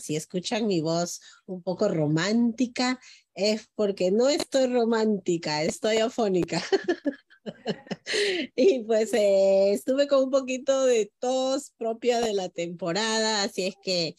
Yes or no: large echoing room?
no